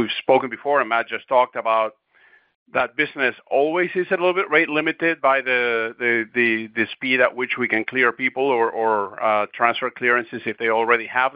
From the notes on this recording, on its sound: Booz Allen Hamilton's Q3 2023 earnings call, unedited